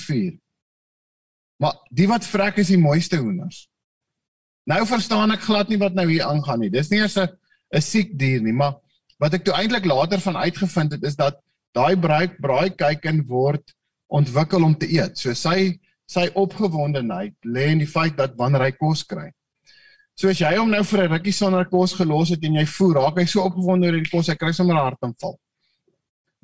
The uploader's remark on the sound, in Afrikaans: Manne van die Woord Zoom Byeenkoms 8 Maart 2022